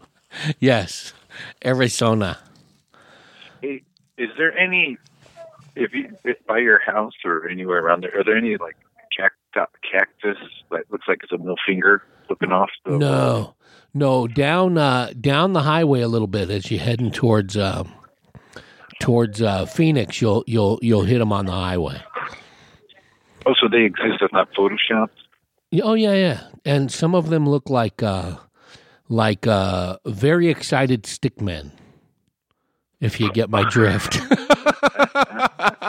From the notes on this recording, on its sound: talks over the phone line